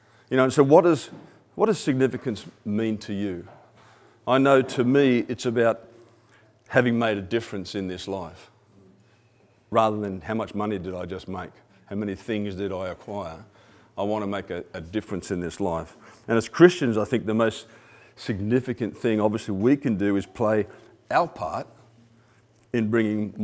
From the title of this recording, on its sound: 2016 100x Mavericks Convention Keynote Presentation